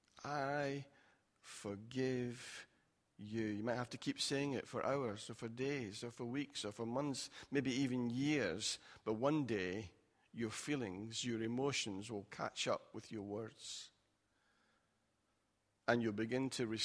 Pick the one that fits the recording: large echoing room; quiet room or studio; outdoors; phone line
large echoing room